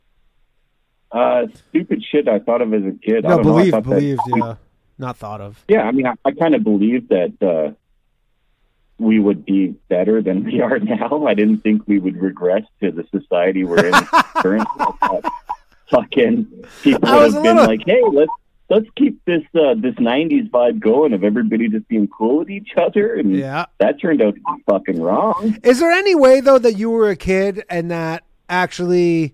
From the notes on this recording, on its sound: The bad advice question/call in show.